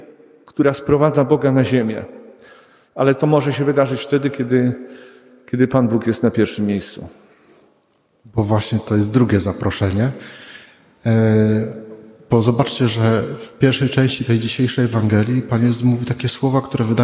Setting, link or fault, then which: setting, large echoing room